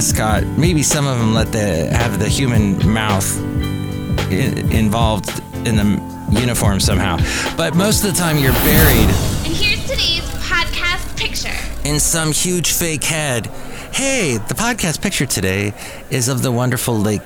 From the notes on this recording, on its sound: podcasts live from Cafe Anyway